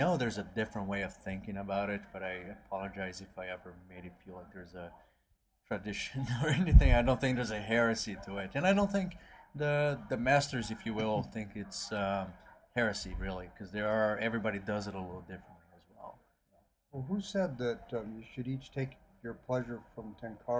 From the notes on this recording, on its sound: it was done in a noisy area